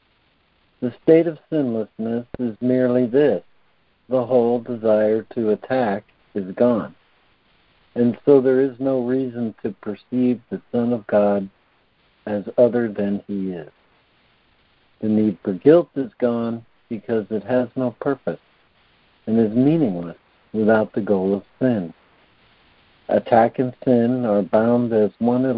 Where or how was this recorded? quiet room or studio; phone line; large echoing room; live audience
phone line